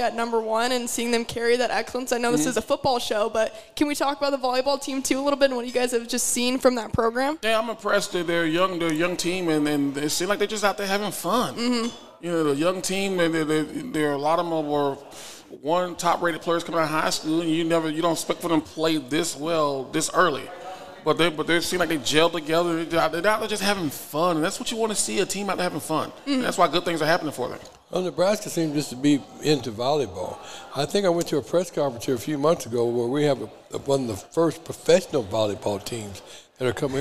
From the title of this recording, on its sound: Live at Hurrdat Sports Bar & Grill